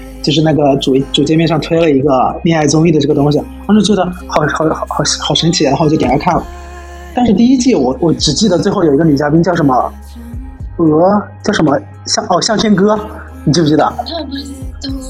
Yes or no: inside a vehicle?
no